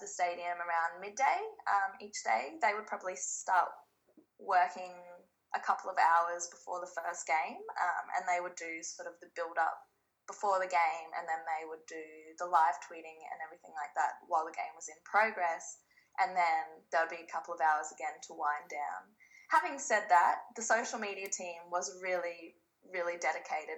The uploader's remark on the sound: Speaking via Skype.